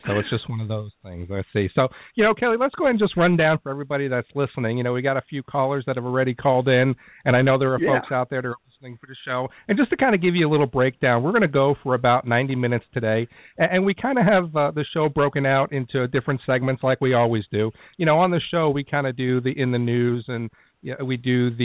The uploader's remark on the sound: answered calls from listeners in the first live show